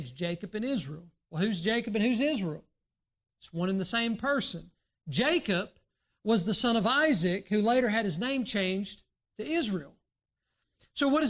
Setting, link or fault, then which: setting, large echoing room